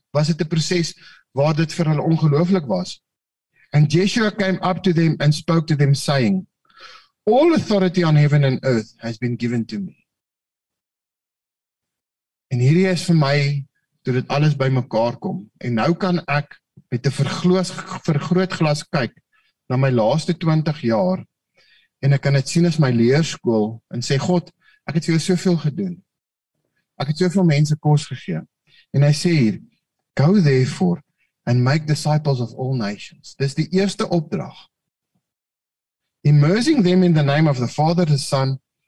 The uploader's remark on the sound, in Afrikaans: Manne van die Woord Zoom Byeenkoms 8 Maart 2022